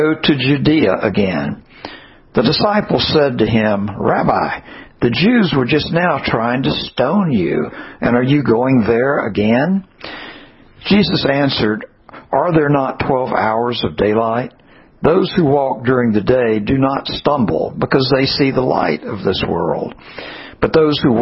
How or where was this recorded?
large echoing room